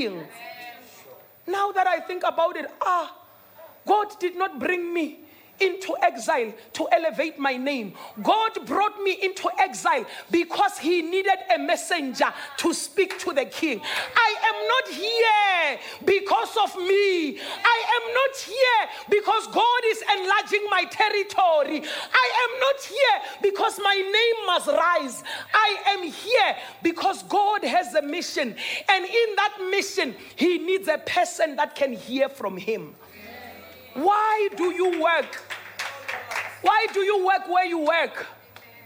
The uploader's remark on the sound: Dream Conference 2023 (Day 3)